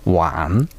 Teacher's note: わんぬというつもりでぬまでは言わずんで止めるというのが発音のポイントですね